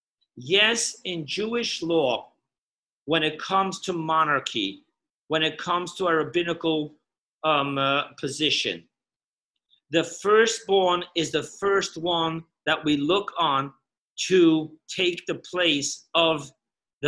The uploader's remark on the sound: Parsha Zoom Class.